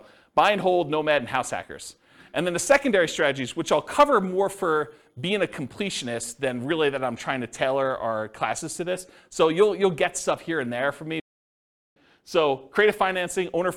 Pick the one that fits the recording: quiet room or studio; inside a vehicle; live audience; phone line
live audience